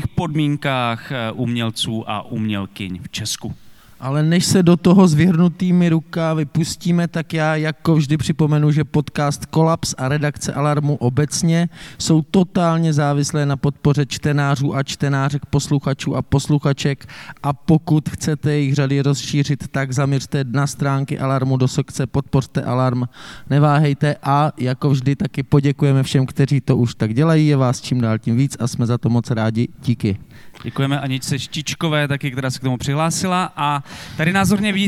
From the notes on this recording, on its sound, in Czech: Tento díl podcastu Kolaps se nahrával živě na festivalu audiovizuálního umění a alternativní elektronické hudby Lunchmeat v korzu Národní Galerie v Praze. Pro podcast byla Národní galerie ideální kulisou.